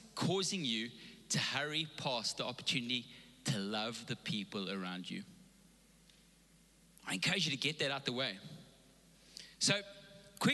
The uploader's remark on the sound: Recorded live on Sunday the 31st October 2021.